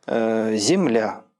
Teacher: Два слога. Первый безударный, второй ударный.